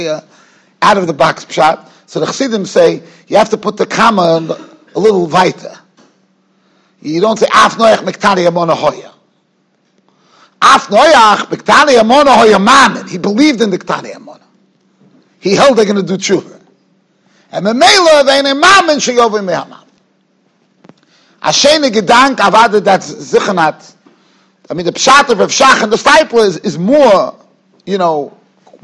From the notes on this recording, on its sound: Shiur recorded in Yeshivas Ohr Reuven, Monsey, NY.